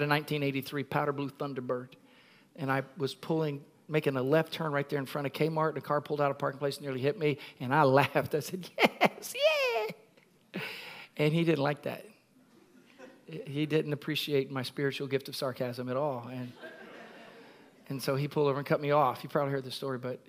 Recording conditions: large echoing room